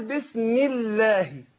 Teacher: رققت لام لفظ الجلالة عشان قبلها الميم إيه؟ مكسورة